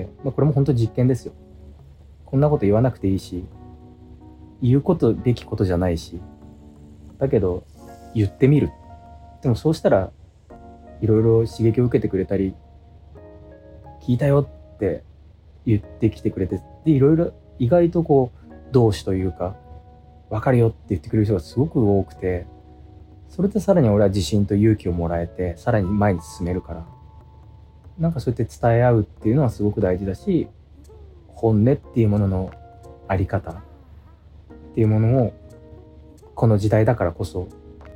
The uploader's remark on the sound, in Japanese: 無菌室なので空気清浄機のノイズや音量バランス等お聞き苦しいかもしれませんがあしからず。